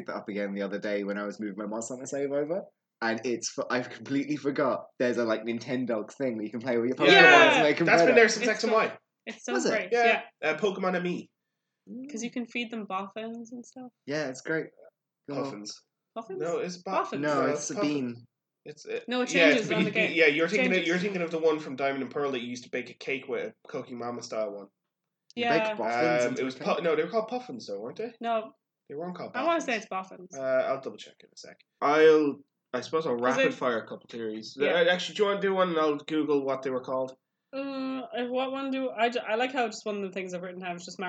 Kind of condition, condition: fault, poor sound quality